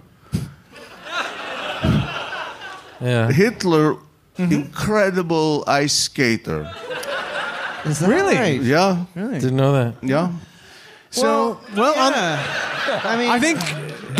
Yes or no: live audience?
yes